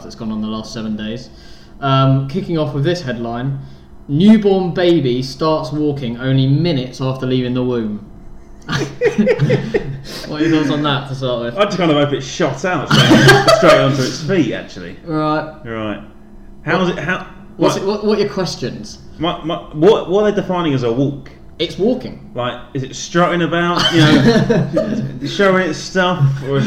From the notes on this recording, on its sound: SORRY FOR ANY TECHNICAL ISSUES OR SOUND PROBLEMS